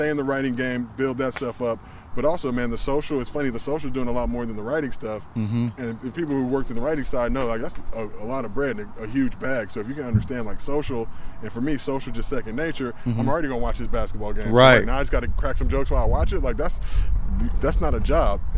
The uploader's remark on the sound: at the driving range to hit some golf balls